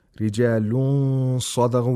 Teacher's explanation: We approximate the place of articulation of صَاد، and at the same time we make a nasal sound for two vowel counts. · Term: ikhfa